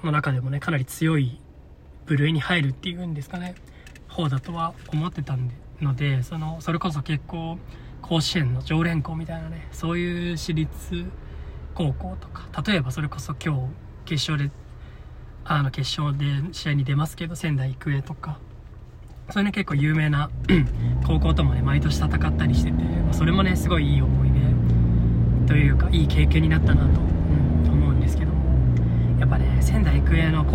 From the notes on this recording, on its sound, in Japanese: 初の車内収録でした。時々騒音等あると思いますが、ご了承ください。